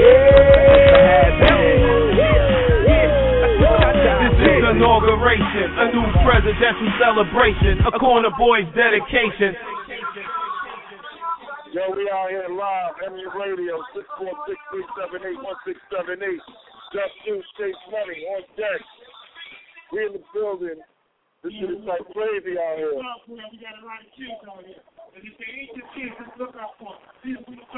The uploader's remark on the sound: Live From Kelley Kelley Park in Brooklyn. Live from our Fathers day BBQ in Brooklyn.